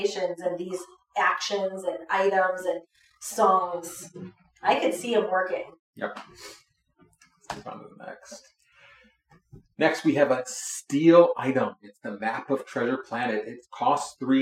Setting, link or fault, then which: fault, poor sound quality